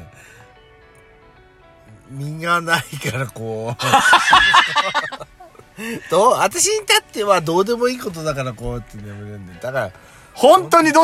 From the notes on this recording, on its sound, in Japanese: パーキング収録